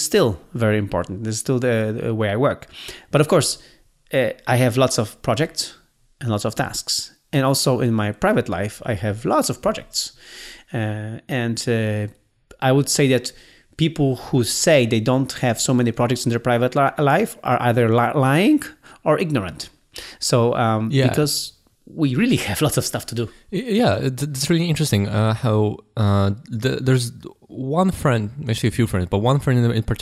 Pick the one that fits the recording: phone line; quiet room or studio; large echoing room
quiet room or studio